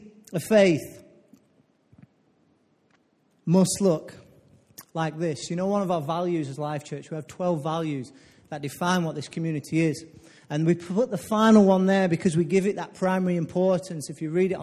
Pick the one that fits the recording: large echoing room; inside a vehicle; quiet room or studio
large echoing room